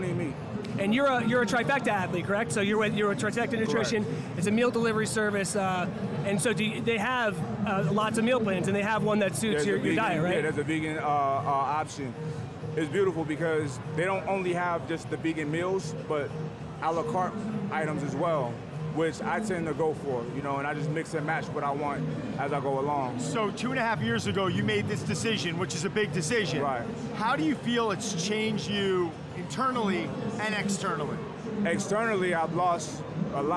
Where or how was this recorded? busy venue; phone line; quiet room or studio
busy venue